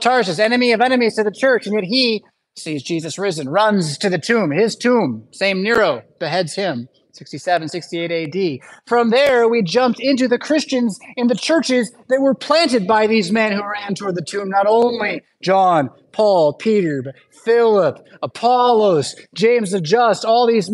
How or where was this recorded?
large echoing room